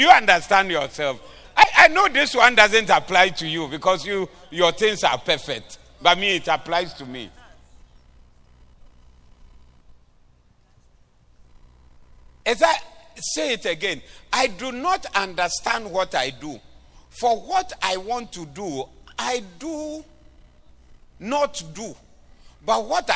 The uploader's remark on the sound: Preached at the Doxa Service 10092023